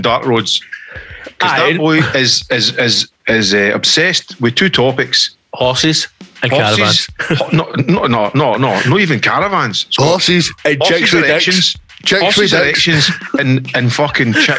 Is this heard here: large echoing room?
no